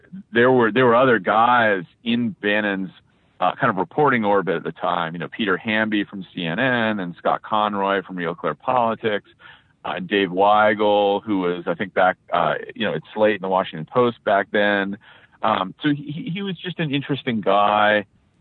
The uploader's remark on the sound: He was on a cell phone in a Washington D.C. Area garage, so the audio is mostly good.